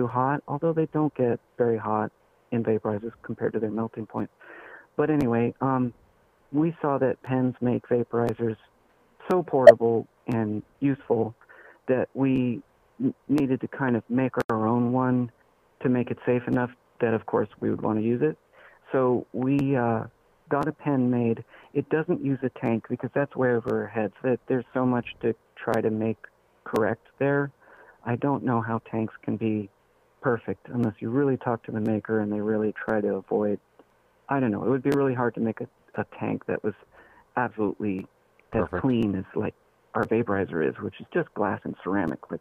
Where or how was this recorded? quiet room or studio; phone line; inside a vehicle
phone line